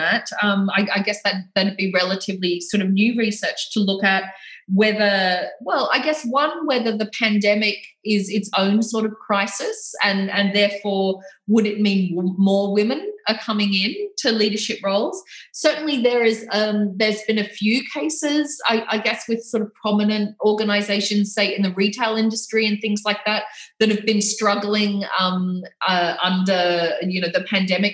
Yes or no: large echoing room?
no